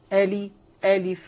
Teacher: لأنه فرق بين الفاء المشددة والفاء المخففة من حيث حتى الوقف عليه. ألف يعني الضغط لا يكون ضغط حرف مشدد على الفاء، ألف وخلي الضغط على الكسرة